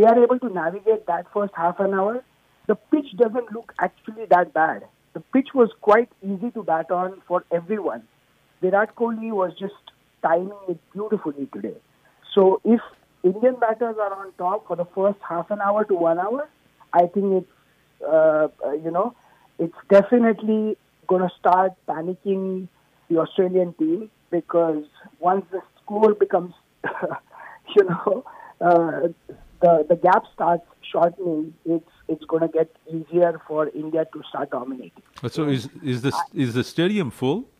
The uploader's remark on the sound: We are on 98.7 FM and you can also listen on the masalaradio app. Direct from the cricket World Test Championships in London. Is calling in now LIVE - its almost midnight in London.